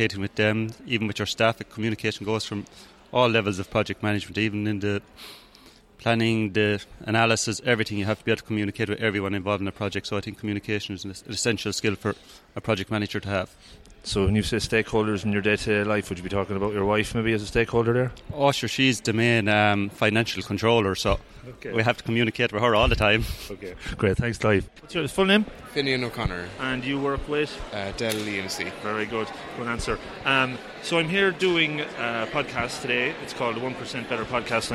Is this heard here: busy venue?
yes